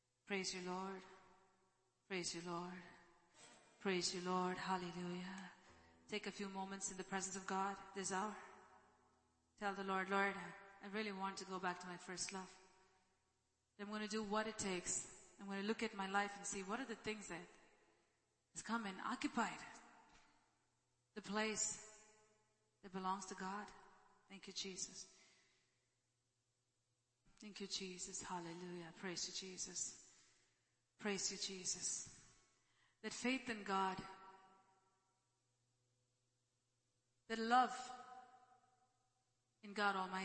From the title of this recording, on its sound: ELBIM Church Sunday LIVE Stream Audio